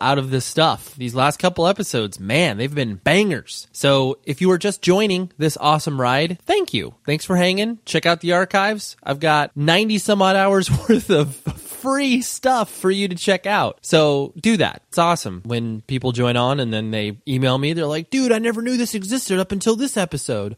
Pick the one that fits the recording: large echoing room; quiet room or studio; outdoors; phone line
phone line